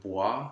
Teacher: Same thing with bois, that O-I-S ending typically should be a dark A.